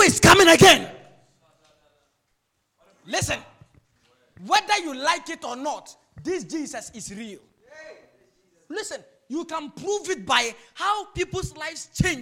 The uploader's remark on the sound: Preached during the Jesus Festival 2021